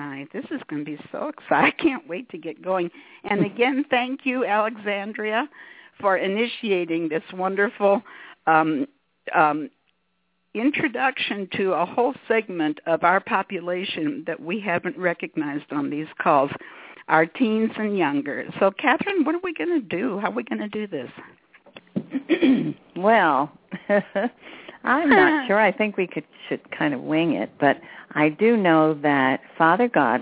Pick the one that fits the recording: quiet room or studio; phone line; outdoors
phone line